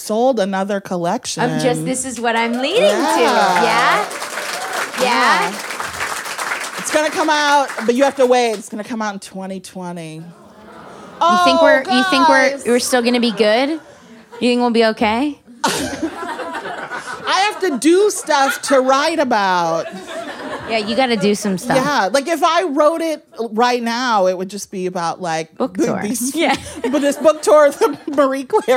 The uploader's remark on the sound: a conversation recorded at Brooklyn's Books Are Magic